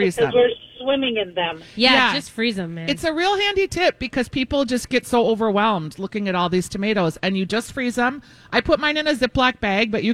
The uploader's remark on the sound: live at G-Will Liquors in Andover!